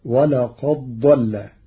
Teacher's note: قرأ ورش كلمتي ولقد ضل بإدغام الدال في الضاد